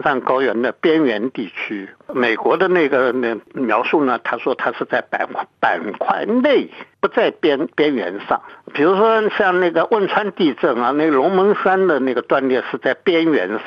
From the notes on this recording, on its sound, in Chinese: 电话采访